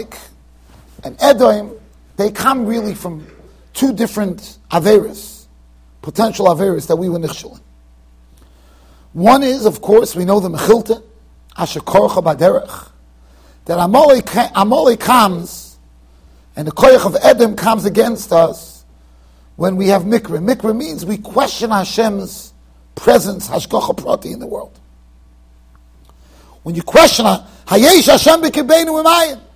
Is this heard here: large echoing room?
yes